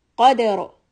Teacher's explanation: the tip of the tongue is hitting not right at the gum line of the upper teeth, but away from the gum line, more where the roof of the mouth is like wrinkly and has a ridge. · Term: heavy ra